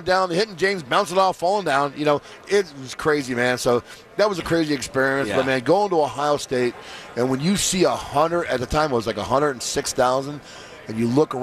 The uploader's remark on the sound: live from Radio Row all week